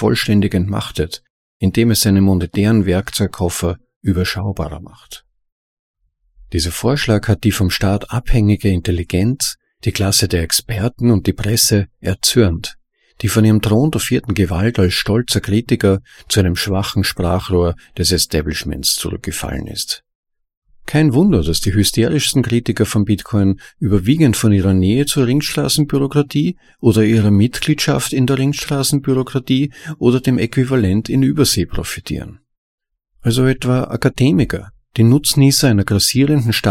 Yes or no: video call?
no